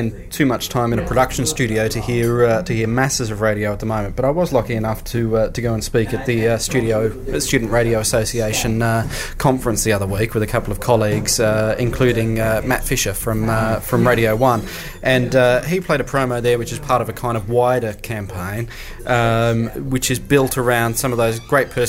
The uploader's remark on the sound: Once again, we recorded it in a pub.